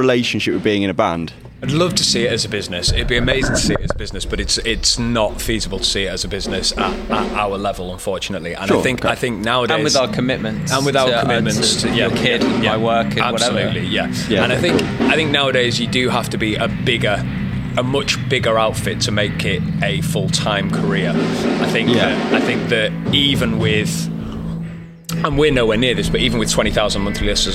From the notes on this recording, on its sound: So, where better to find a bunch of musicians and industry professionals than at a gig? He invited us down to do some interviews with an incredible lineup of bands during their soundcheck. Portable Interface: Zoom Podtrack P4. Zoom Microphone kit. Headphones: Audio Technica M50x.